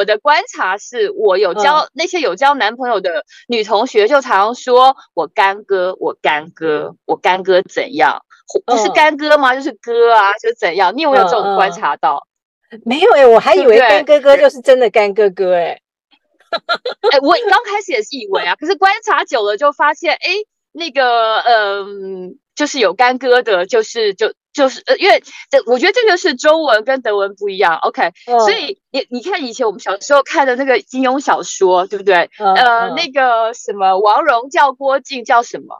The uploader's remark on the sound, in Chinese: 在台灣國父紀念館的停車場，窗外是黑漆漆的夜晚，兩人居然都關在車子裡錄音。